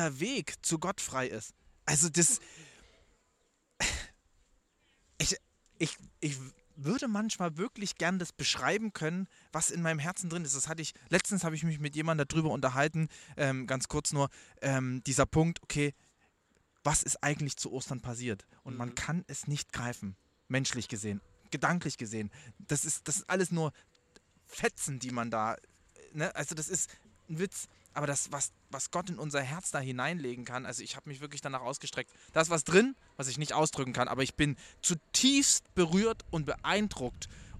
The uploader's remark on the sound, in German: Live vom Grill